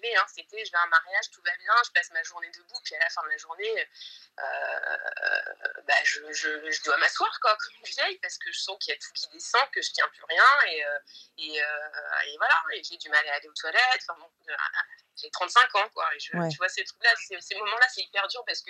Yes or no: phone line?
yes